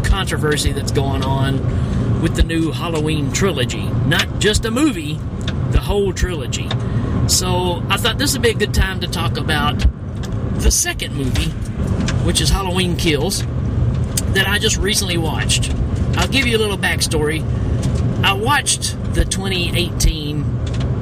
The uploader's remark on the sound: while driving my car!